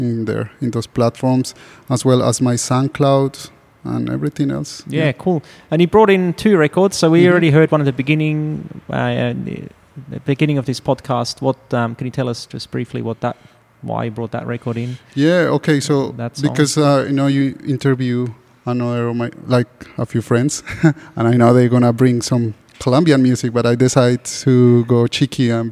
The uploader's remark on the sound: Live conversation in the gallery